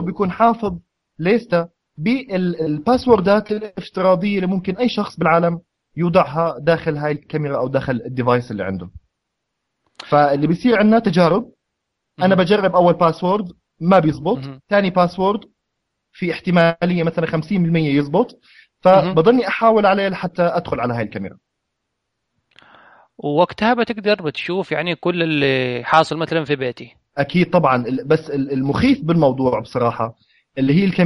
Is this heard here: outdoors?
no